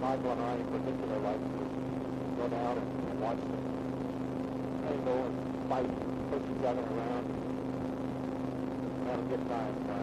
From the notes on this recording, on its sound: Driving Home from Work. Poor Audio Quality.